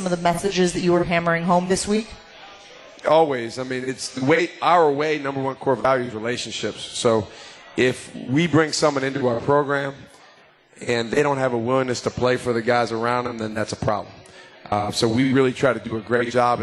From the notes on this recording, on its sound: LIVE from MOTOR Bar & Restaurant